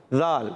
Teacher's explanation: ذال کی ادائیگی ہوتی ہے زبان کا سرا اوپر کے دانتوں کے کناروں سے